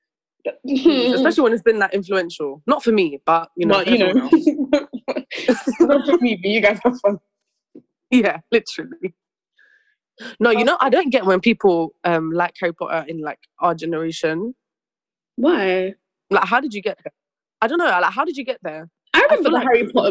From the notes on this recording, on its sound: Firstly, we’d like to apologise for the quality, the call was done over zoom due to our very busy lives.